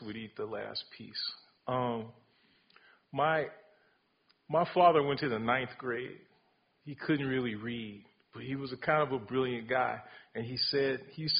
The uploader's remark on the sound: Recorded: October 16, 2019 6pm in May Hall: McCarthy Auditorium